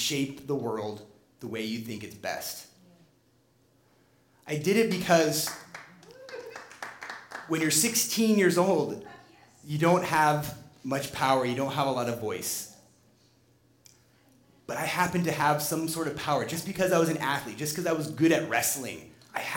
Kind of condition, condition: setting, live audience